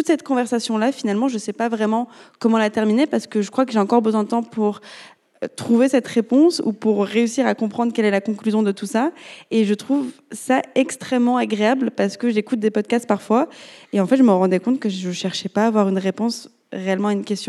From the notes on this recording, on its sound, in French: Episode enregistré au Paris Podcast Festival à la Gaîté Lyrique.